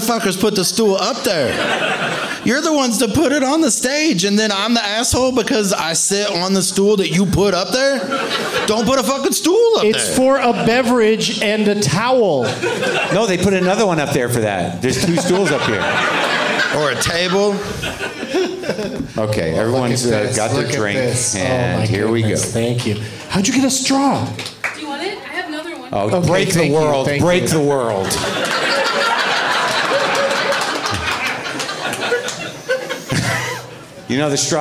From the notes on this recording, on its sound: Live from Comedy on State in Madison